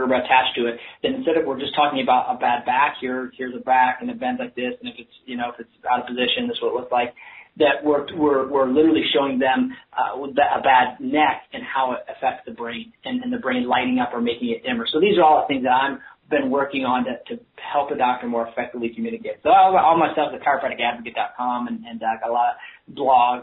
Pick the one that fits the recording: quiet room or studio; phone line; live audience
phone line